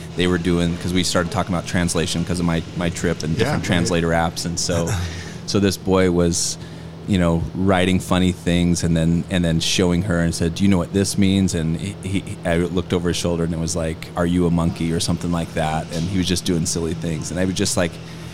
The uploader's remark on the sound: live from the chinden moxie